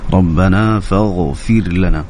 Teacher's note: الغين ما كانت يعني كانت يعني مرققة يعني حاول أنك تعطيها حقها في التفخيم